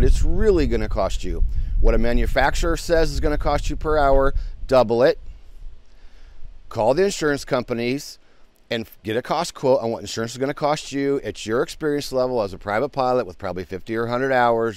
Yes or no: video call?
no